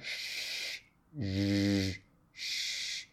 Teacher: Post-alveolar is just behind that ridge, and you're going to get more of a sh, sh, sh. So your tongue is bunched up a little bit further back in the mouth and just a little bit behind that ridge